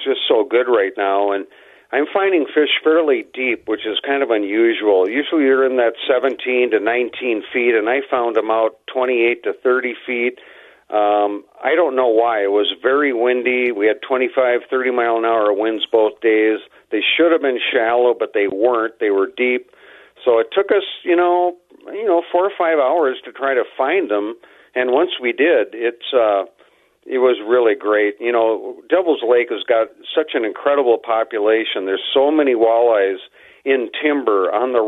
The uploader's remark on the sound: Opens up the phone lines to let listeners vent their frustrations.